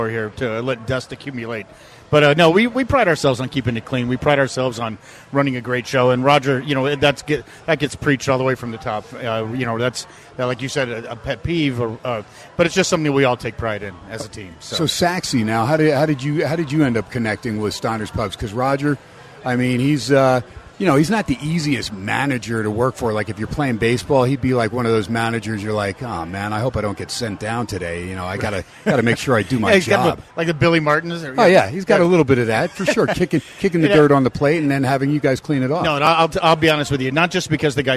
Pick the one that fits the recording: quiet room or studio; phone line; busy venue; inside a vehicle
busy venue